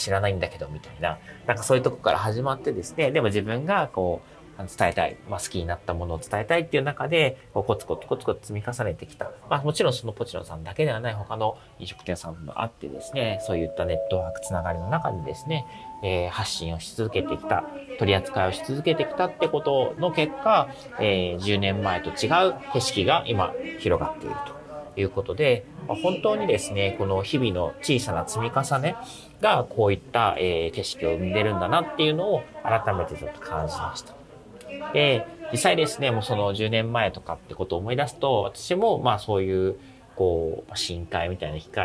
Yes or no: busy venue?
yes